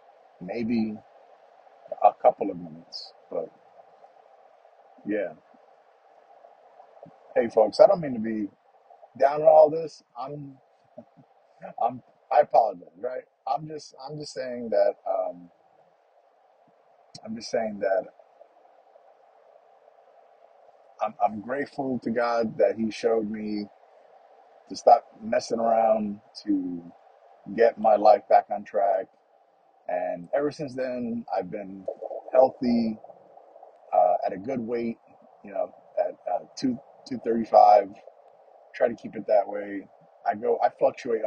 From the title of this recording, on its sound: Just the morning’s drive to work and thoughts